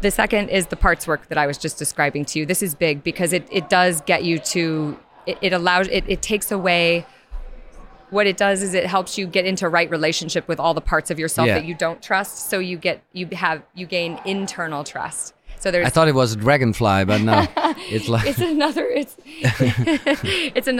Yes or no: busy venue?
yes